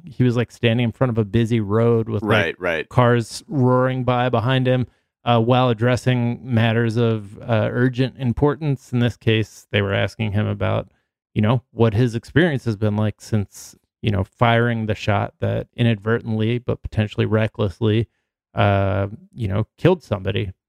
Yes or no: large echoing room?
no